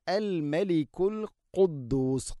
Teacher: ഖാഫ്, തൊണ്ടയുടെ മുകൾ ഭാഗവും കഴിഞ്ഞ് ചെറുനാക്ക്